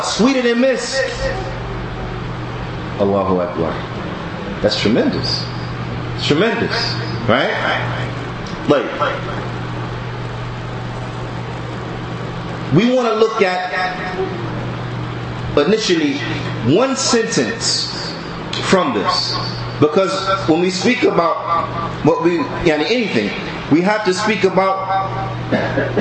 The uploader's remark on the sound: Lecture From The Benefits Of Ramadan Conference At Masjid Bani Adam, Newark, NJ.